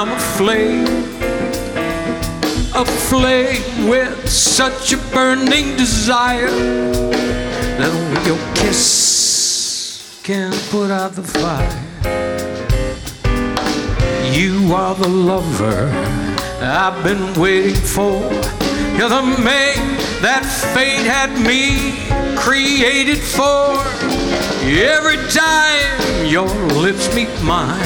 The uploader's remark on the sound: Live at the South Point Casino